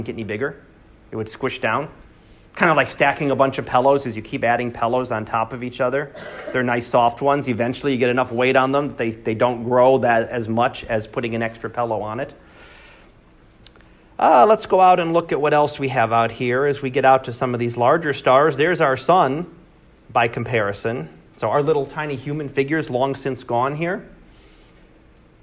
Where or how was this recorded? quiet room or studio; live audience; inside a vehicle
live audience